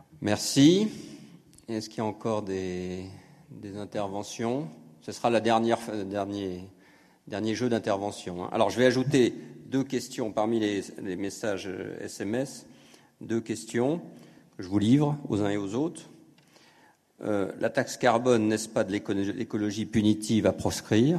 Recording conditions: live audience